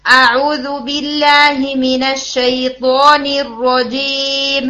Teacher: अब मेरा मीम वाज़े नहीं हुआ, मैंने मीम को टाइम ही नहीं दिया. तो आपने क्या करना है, मीम को क्लियर करना है, मिनश्शैतानिर रजीम, ठीक है, मीम को वाज़े करना है.